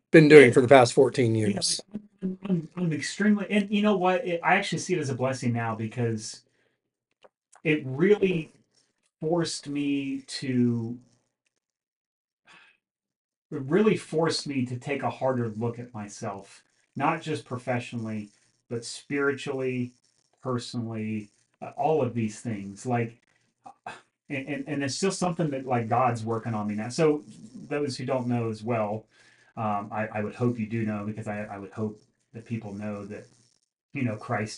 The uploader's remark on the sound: Pardon the bad mic issues!